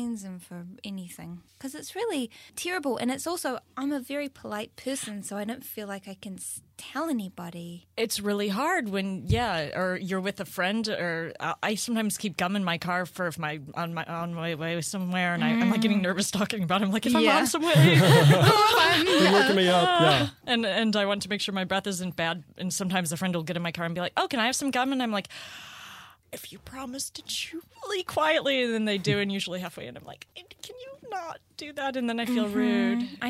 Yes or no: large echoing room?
no